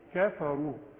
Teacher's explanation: علشان الراء، الراء المضمومة برضو رو تخينة